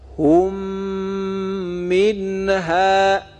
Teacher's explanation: در واقع اینجا ما دو کلمه داریم، یکی هم، دیگری منها، که این میم اول در میم دوم ادغام میشه و به حالت مشدد خوانده میشه. ادغام میم ساکن در میم متحرک از نوع ادغام متماثلین هست که در قواعد مربوط به ادغام توضیح دادیم.